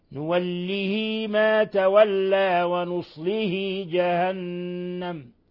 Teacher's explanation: إشباع الكسرة بحيث تكون حالة الوصل ياء